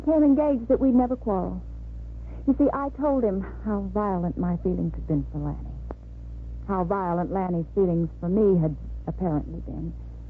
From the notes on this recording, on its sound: Whispering Streets - 1957 Jilted AFRS (Poor Sound).